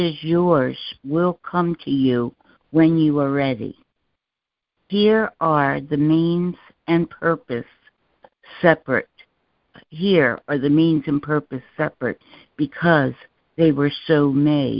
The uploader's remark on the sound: ACIM Daily Conference Call.